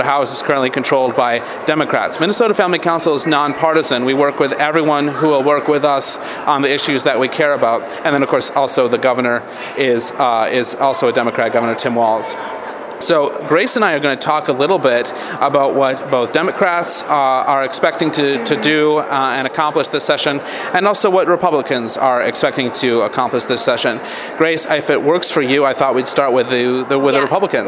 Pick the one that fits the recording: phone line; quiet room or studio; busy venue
busy venue